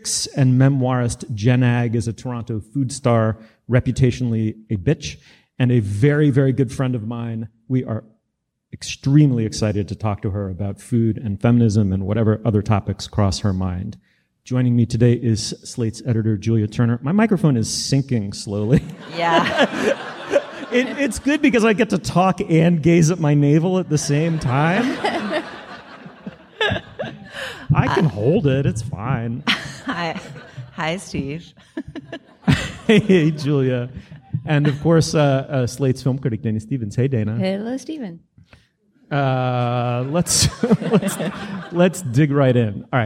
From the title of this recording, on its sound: Live From Toronto Edition